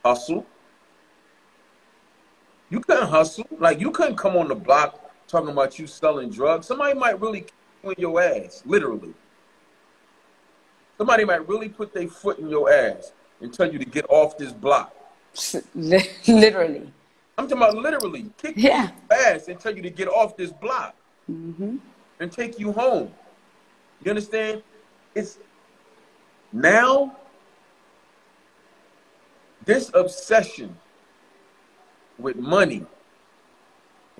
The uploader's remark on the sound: joined us on IG Live